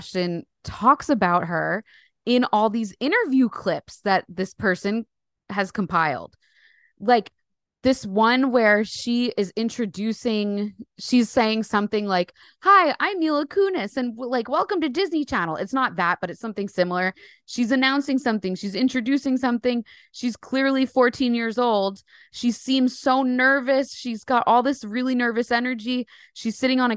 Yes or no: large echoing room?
no